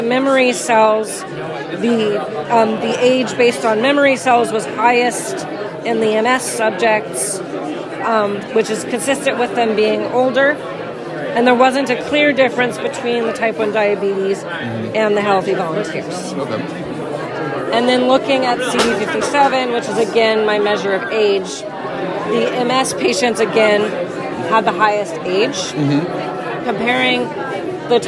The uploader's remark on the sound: recorded during IDS Paris 2023